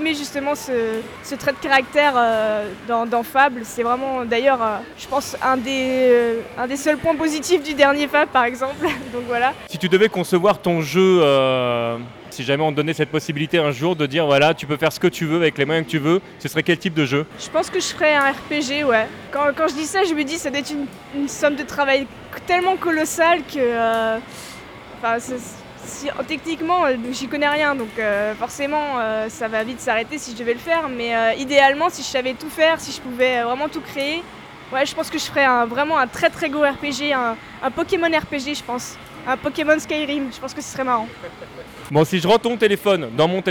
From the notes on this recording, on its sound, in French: Cet enregistrement a été réalisé à Arcade Street , sur le canapé entre les bornes de Super Street Fighter IV et celles de Kof XIII. Cet enregistrement a été réalisé à Arcade Street , sur le canapé entre les bornes de Super Street Fighter IV et celles de Kof XIII.